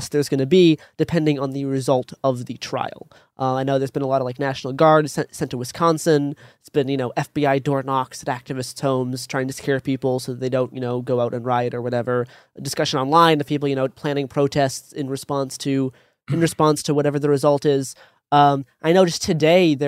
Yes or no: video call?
no